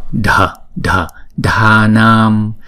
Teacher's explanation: Chữ Đa này chúng ta nhớ là phải âm bật Đa, Đa, Đa Nam. Chữ Đa và chữ Nam là đọc hai nhịp, bởi vì chữ A có dấu gạch ngang trên đầu